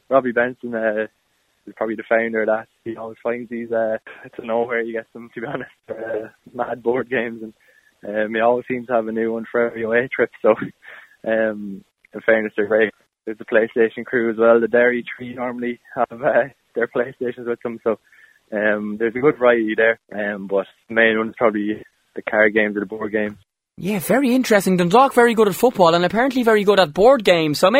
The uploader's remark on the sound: on the phone for a chat